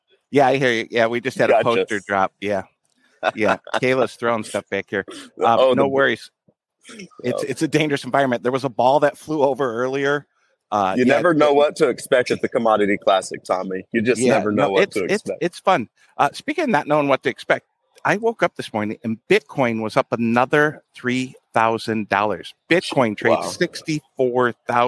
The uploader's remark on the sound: Live from Commodity Classic - Day 2! Live show 9:00 am.